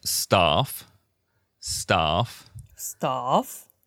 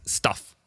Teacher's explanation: 長さじゃん。It's length. Yeah, it's a longer A. It's a matter of length.